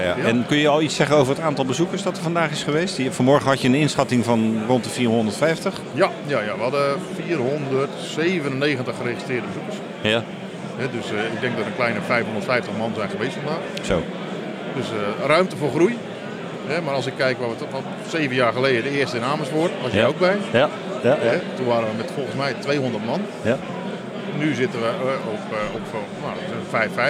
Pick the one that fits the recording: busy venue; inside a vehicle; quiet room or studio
busy venue